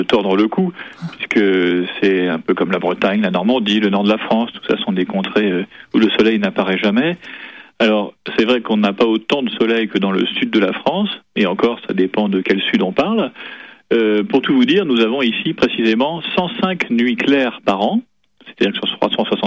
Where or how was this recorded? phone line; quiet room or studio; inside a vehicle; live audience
phone line